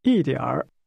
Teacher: Your tone should fall from the high level to the low level, then begin to rise again.